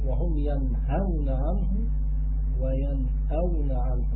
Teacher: الهاء والهمزة كلاهما من مخرج الحلق